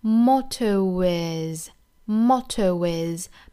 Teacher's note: Motto 和 is 连读之间要加一个小小的 w， mottois， mottois，美音的话呢也是一样要加音的， motto